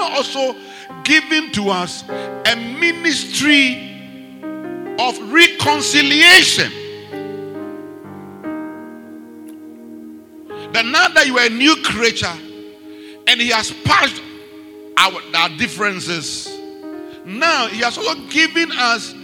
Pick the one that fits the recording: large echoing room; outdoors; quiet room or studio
large echoing room